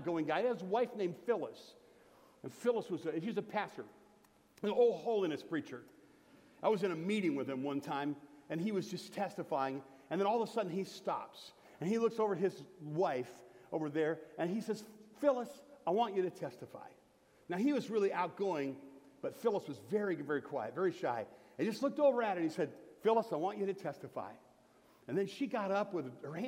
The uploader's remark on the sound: Sermon from Bethel Church in Jackson, Michigan on November 19, 2017. Here is the audio version of my Thanksgiving sermon from Bethel Church in Jackson, Michigan.